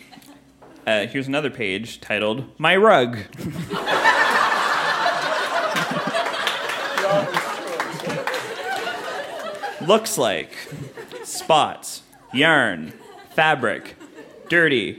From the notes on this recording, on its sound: Recorded live at The Company House in Halifax.